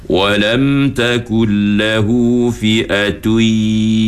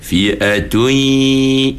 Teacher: Kena baca fi'atui. Ha, suara naik ke hidung. Itu baru sebut ma'al ghunnah. · Shown in: second take